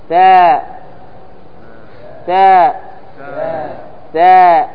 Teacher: ثم هي منفتحة ليست مستعلية ليست مطبقة